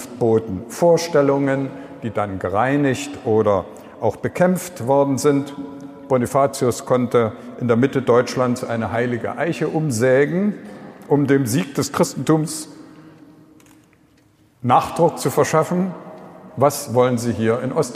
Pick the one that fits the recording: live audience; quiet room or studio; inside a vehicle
live audience